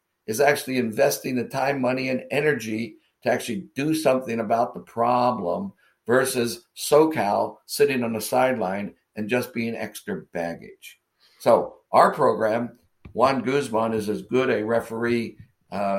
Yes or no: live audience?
no